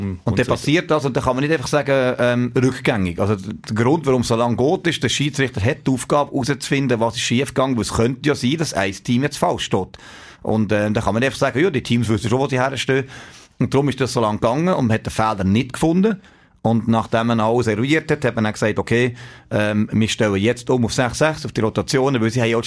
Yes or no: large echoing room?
no